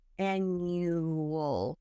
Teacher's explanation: that W sound is a W intrusion in linguistics.